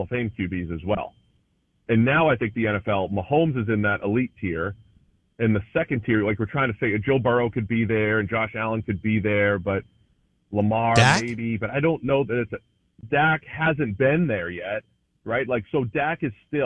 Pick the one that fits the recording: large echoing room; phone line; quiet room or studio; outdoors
phone line